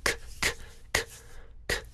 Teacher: See if you can feel your tongue tip behind your lower front teeth and the body of it, the body of your tongue, rising up to touch your soft palate. · Term: k sound